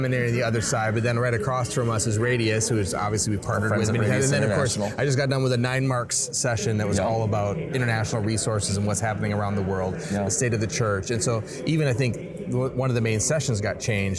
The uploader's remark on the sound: Live at T4G22. It’s the final Together for the Gospel conference. Recording on the convention floor.